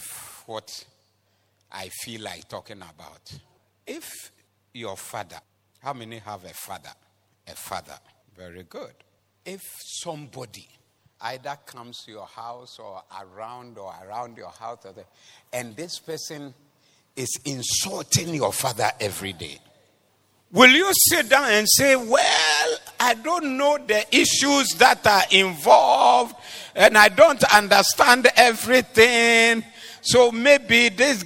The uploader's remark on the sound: Preached at the Doxa Service 29102023